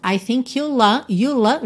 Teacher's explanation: I think you'll juntou pelo L ali, you'll understand